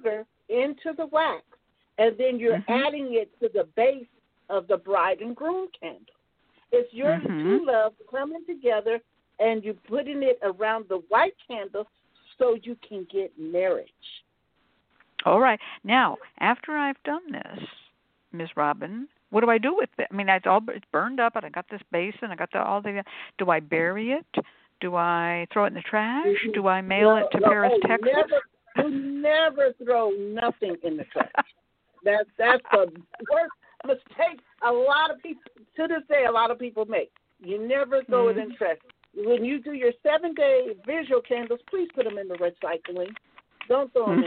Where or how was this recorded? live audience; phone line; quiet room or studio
phone line